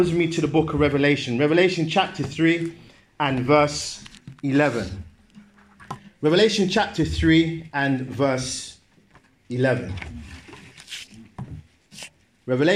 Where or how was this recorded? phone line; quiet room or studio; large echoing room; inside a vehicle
large echoing room